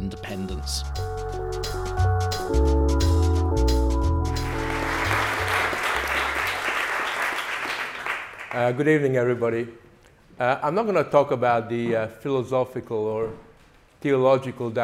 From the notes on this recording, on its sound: Features the lecture ‘Freedom of conscience: 21st century challenges’ recorded at Living Freedom Summer School 2023.